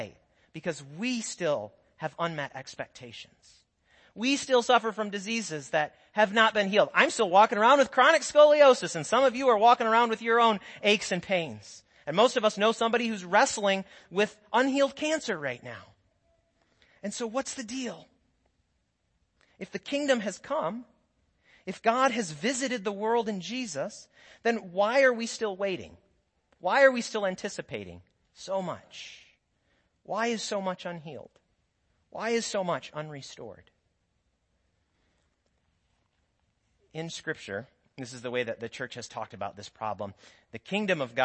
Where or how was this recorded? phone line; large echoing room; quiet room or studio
large echoing room